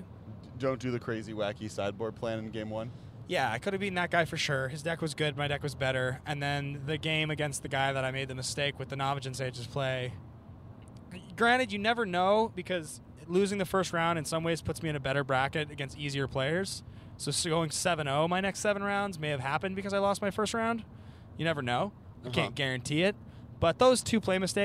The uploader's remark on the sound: While driving back home through the desert between GP Las Vegas and Los Angeles.